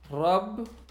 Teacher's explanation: the Shadda is the doubling of the letter, not of the length of pronunciation. The length of pronunciation is doubled when you add the vowel.